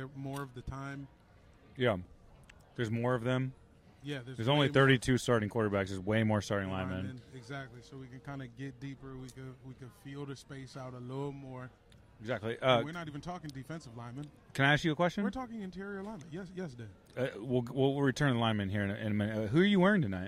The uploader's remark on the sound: Live from the Netflix Quarterback Premiere